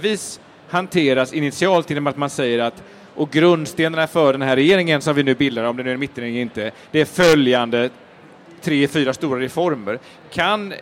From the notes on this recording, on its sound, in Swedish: Live från Bokmässan. Inspelar inför publik på Bokmässan.